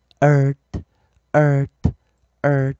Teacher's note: 它是一个元音加上一个 r，那这个时候呢，它会产生一个我们讲的儿化音哦，我们会产生一个长长儿音哦，儿化音的长儿音啊，所以这个地方同学们要小心点，i r 啊，所以我们在讲 i r o r u 啊，我们讲的 a e i ou